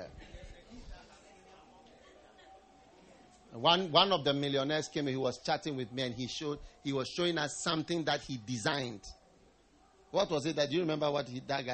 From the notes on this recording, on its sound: Preached at the First Love Church, Ashesi University